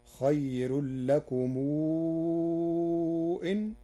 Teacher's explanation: أما كلمة لكم إن فقرأ ورش بصلة ميم الجمع مع مدها مدا مشبعا لوقوع الهمز بعدها